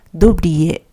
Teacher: 発音は、ドゥまでを一音節で読むので、ドブリエになります